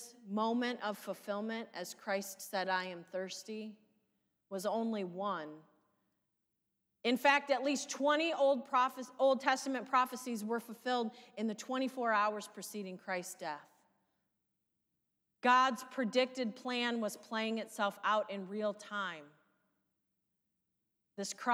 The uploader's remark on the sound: Sermon from live worship service at St. Paul's UMC Tiffin Ohio.